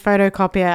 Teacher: Which also, as an Aussie, I'm saying photocopier. I'm not really pronouncing the T. I'm sort of doing a D for photo. But with Newcastle accent for photocopier, they almost don't pronounce any of the vowels.